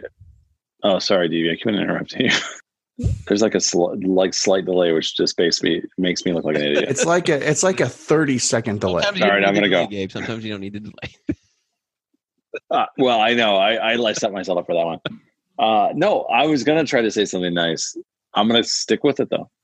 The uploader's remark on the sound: We meet up on Zoom since that seems to be the cool thing to do. Please excuse any quality and delays.